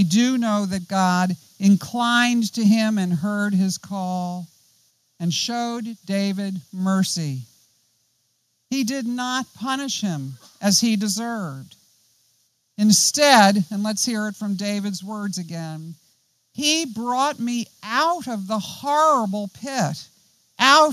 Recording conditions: outdoors